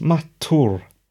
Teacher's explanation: That's as in the city of Mathura in India, with a rolled R at the end.